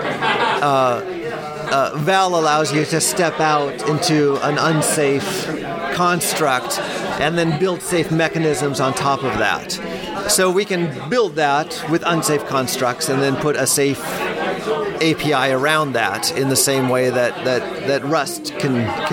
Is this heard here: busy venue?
yes